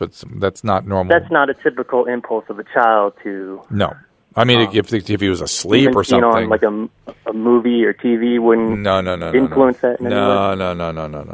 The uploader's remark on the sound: Listener Calls. Listener phone calls.